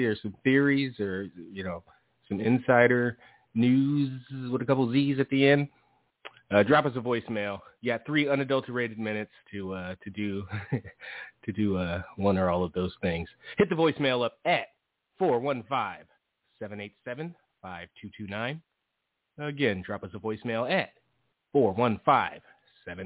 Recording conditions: phone line